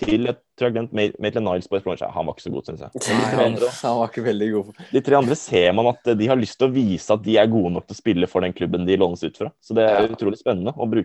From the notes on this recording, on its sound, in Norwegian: Gutta sitter i zoom studio.